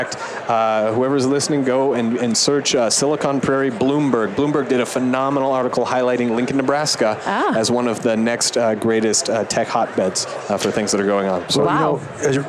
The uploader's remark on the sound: LIVE from Las Vegas, at #HRTechConf